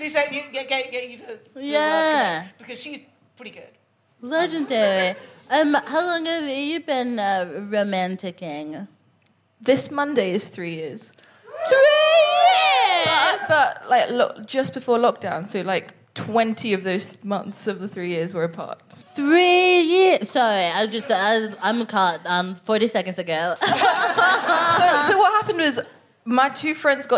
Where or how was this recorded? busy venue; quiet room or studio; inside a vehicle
busy venue